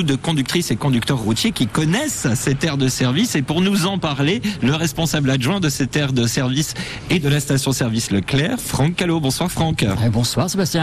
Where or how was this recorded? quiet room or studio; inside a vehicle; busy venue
busy venue